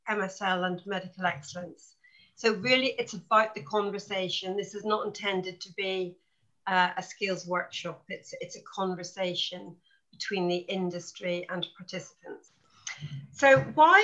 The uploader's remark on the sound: 2021 Series Webinar 4